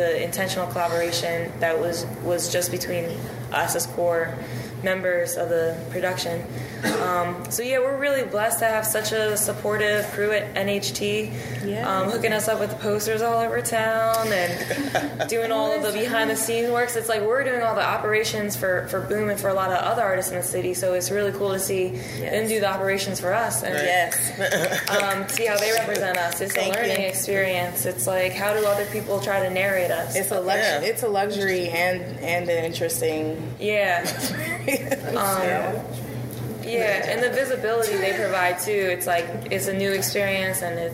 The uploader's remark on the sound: during a live podcast